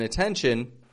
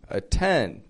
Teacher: Those first T's in attention, those are regular T's. Atten, T is beginning the strong part of the word there. So we give it a regular T.